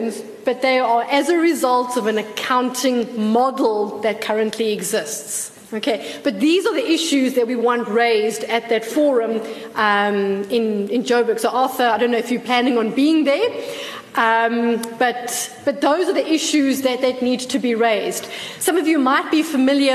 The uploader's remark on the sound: Pensions Conference held at the Lord Charles Hotel.